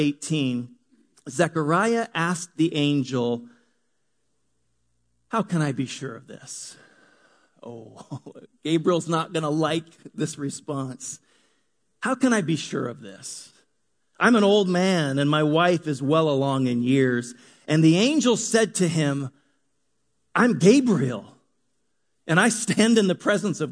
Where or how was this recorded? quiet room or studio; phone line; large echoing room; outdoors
large echoing room